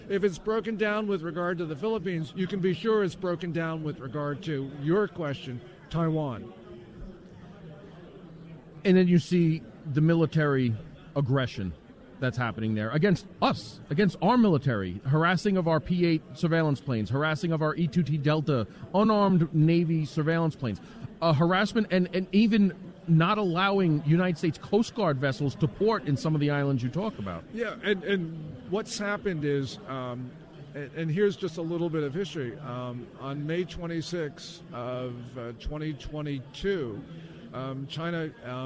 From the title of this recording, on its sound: LIVE From CPAC